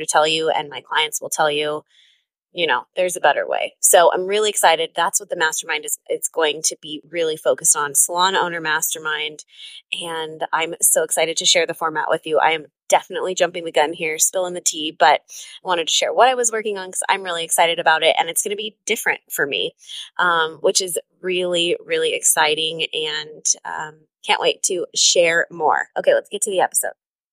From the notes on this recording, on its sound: This episode was recorded in the car on my way home from a business intensive in the heart of the Arizona desert, so excuse the noise.